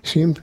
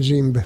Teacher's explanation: a zöngétlen másodhangzókat lehetőleg lecserélik a zöngés partnerre, főleg szó elején és szó végén. És mivel ez úgy kezdődött, hogy simp, ezért az S-nek a zsé a zöngés pár, és zsí lesz belőle, a P-nek meg a B lesz, mert a P-be a B a zöngés, és akkor a zsimb már is megvan.